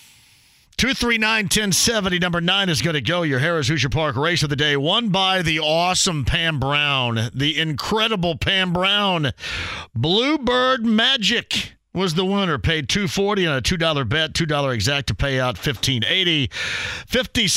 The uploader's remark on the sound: Takes some calls from listeners about the Colts and more! Wraps up the 2nd hour with another phone call.